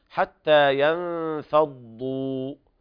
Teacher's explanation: حتى ينفضوا، وهنا لابد من ضم الشفتين وإثبات حرف المد الطبيعي